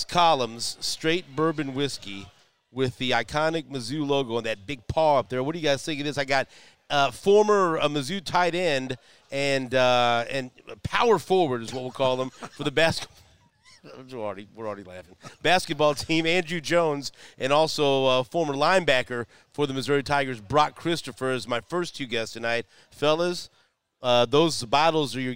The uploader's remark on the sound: We're live at J Rieger & Co. It's the unveiling of J Rieger's new Six Columns Straight Bourbon Whiskey collaboration.